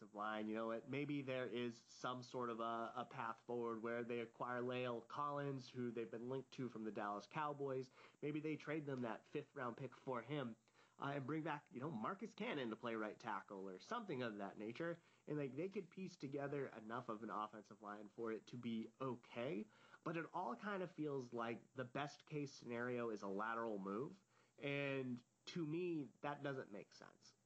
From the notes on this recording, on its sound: Audio is quieter on this podcast, as a heads up!